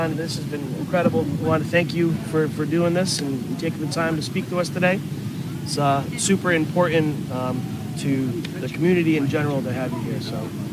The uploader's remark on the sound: Live from the 2021 Westbrook Muster. This is an intimate, in person interview with one of the living legends in fife and drum. The sounds of the Muster’s Friday night tattoo in the background makes this interview extra special.